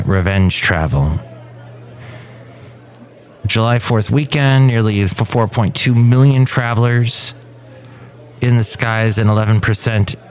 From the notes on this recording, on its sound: podcasts live from Café Anyway